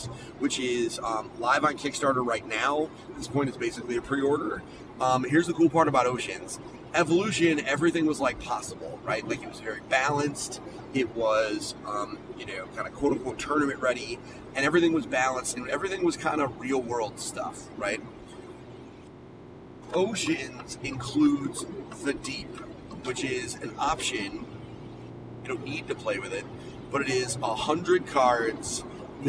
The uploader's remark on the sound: His ride home from Boston. PAXeast2019.